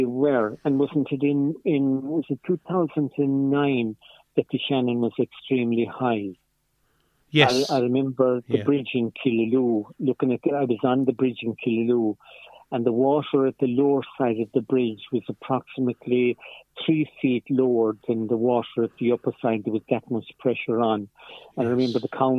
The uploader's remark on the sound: joined on the phone by Ogonnelloe correspondent